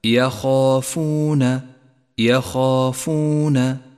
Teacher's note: جاء حرف الخاء مفتوحا وبعده حرف الألف، فيفخم بأعلى مرتبة من مراتب التفخيم